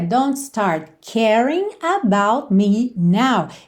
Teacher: essa preposição about ficou mesmo cortada no meio